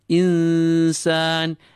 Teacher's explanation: We pull that noon in and we prepare for the seen following. إِنسَان And we apply gunna to that noon whilst preparing for the seen. Insan, the rule of ikhfa.